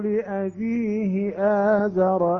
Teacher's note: لم نمد الهاء لأن قبلها ساكنة